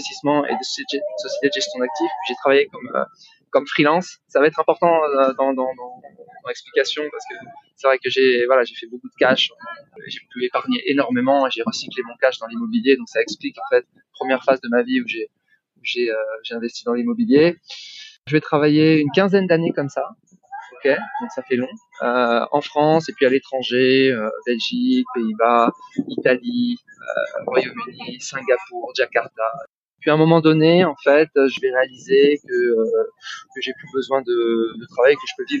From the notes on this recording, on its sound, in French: À Bali, à quelques mètres de la mer, assis à la terrasse d'un café. La contrepartie de ces terribles conditions de vie est que la qualité sonore de cet épisode est inférieure à ce que vos oreilles d’auditeurs assidus méritent.